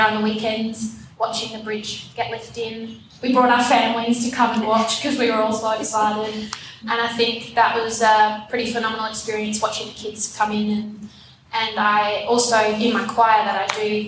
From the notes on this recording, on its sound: Adelaide Summer 2021. Live recordings from our much loved Seasonal Salon series.